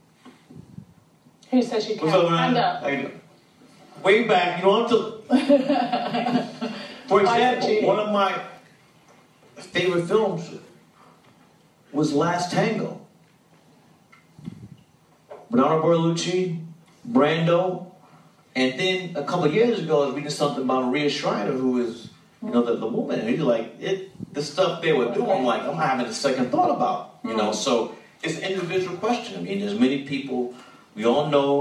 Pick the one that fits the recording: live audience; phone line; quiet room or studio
live audience